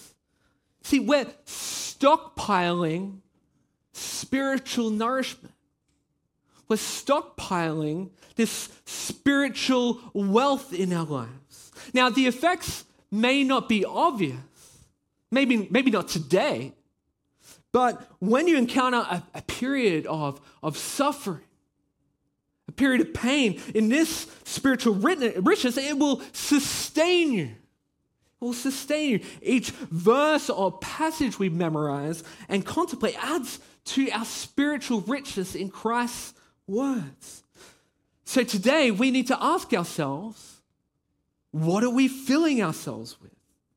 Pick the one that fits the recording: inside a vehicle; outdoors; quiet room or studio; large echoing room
large echoing room